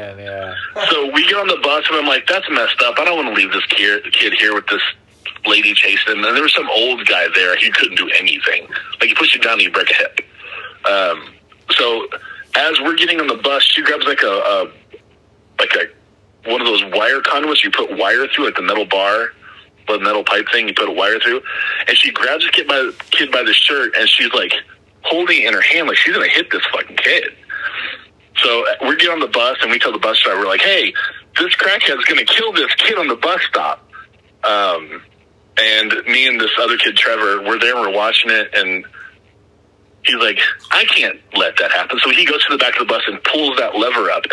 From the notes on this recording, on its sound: We also take some phone calls.